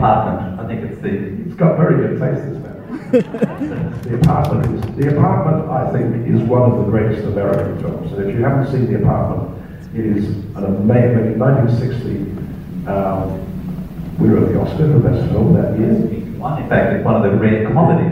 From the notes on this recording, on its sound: Here it is in all its average audio glory. This interview was aptly recorded in the foyer of the great Windsor Cinema here in Perth, Western Australia, and alongside the background noises. Again, the audio isn't the best.